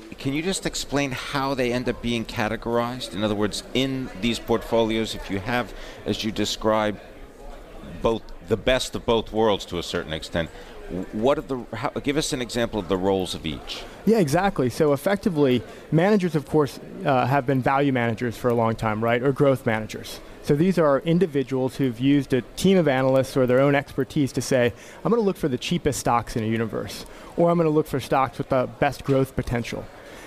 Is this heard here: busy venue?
yes